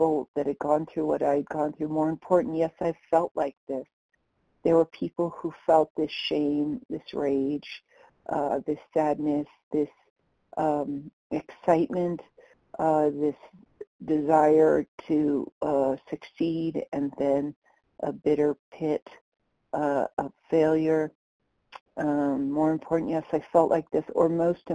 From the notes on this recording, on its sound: the 100 Pounders Phone Meeting